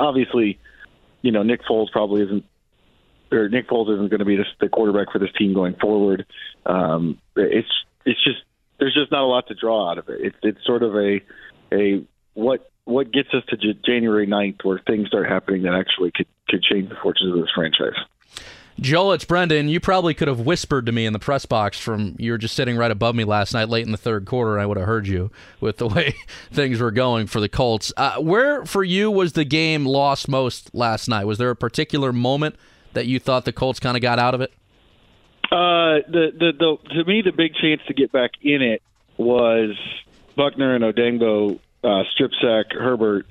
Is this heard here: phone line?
yes